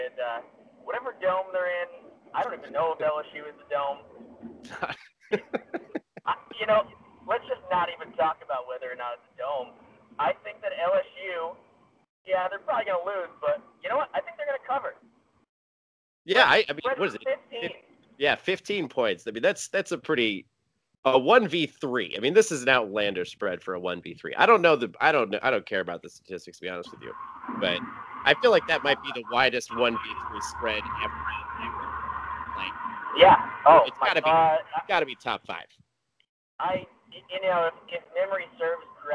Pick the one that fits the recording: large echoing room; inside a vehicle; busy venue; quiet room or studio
inside a vehicle